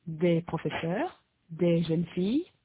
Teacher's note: the s in des and les is not heard before a consonant